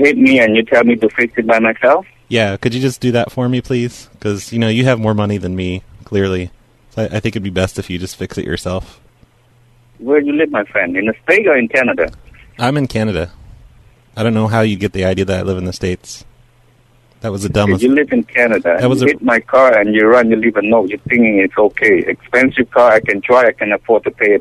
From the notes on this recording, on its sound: RBCP's Personal Prank Phone Calls Collection